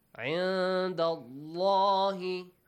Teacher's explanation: the lam in the word Allah is heavily pronounced